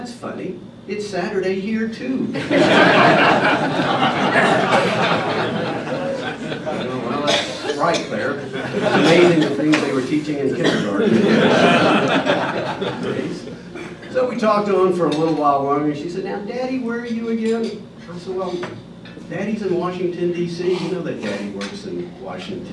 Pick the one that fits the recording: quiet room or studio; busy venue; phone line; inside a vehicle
busy venue